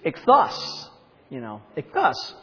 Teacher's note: you see the accent is on the second syllable. So it's I'm actually saying it wrong.